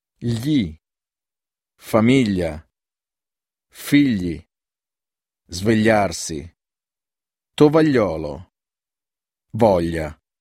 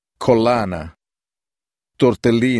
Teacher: The combination GLI has a palatal sound like L in the word million. · Shown in: first take